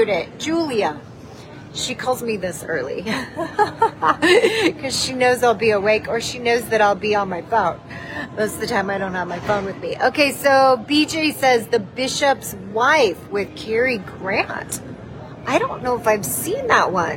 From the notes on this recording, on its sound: Broadcasting live from the Orlando Sanford International Airport in Florida with her dog, Tater. Previously Recorded.